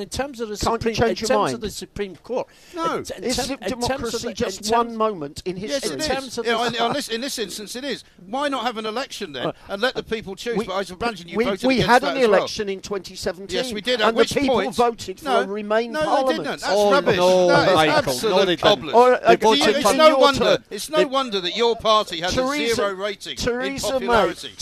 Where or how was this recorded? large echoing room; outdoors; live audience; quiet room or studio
outdoors